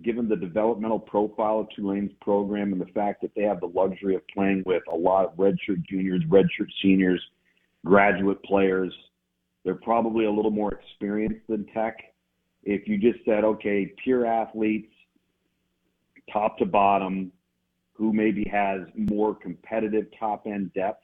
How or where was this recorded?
phone line